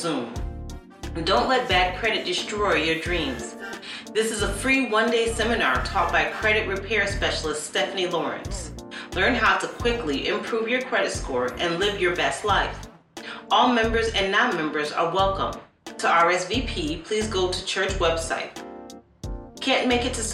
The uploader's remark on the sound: We apologize in advance for the audio as we were having technical difficulties.